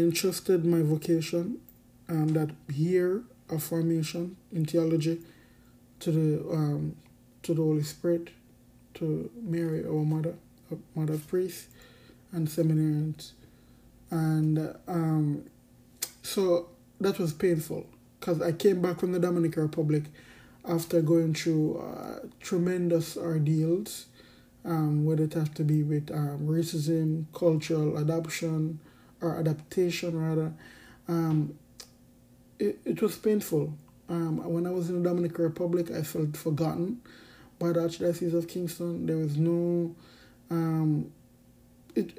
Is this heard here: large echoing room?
no